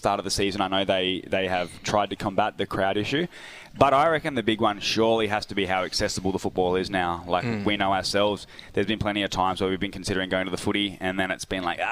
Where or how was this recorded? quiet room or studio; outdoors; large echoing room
outdoors